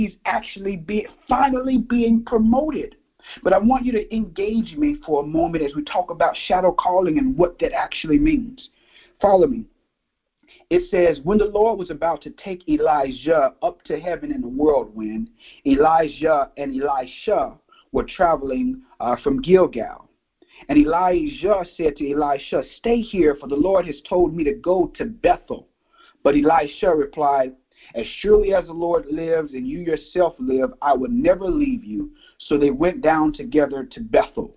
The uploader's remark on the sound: This 5-day teleconference devotional